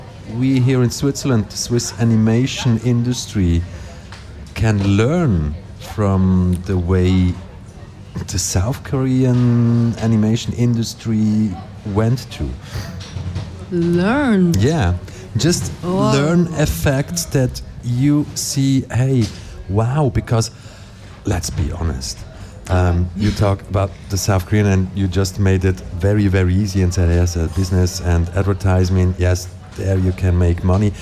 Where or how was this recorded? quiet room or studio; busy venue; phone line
busy venue